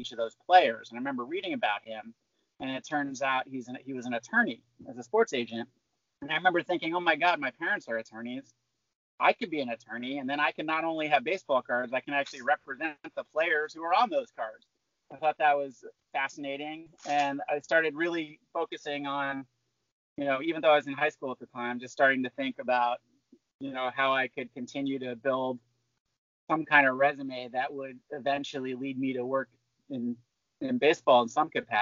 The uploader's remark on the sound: This episode was recorded via Skype during the COVID-19 quarantine.